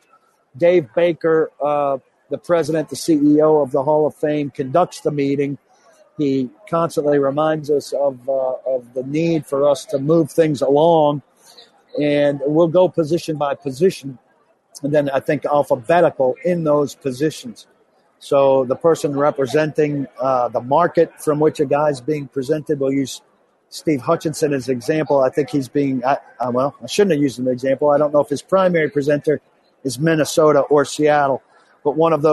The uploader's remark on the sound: live from Radio Row in Minneapolis - site of Super Bowl LII